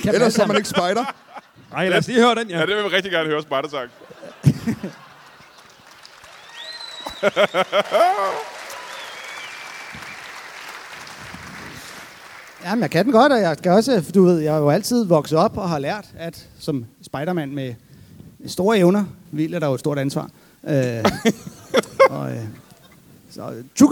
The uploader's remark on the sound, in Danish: LIVE fra Musikhuset i Esbjerg